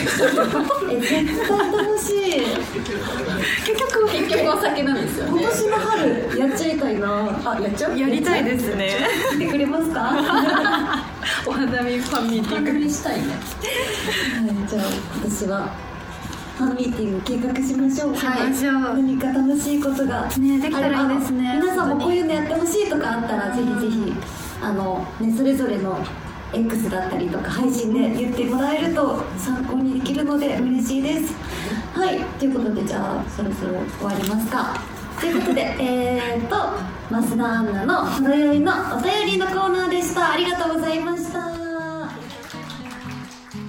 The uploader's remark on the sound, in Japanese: 番組初の公開収録が開催されました！